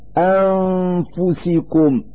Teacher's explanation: نلفظ النون الساكنة من كلمة أنفسكم من مخرج الفاء من ذات الكلمة أنفسكم · Term: الغنة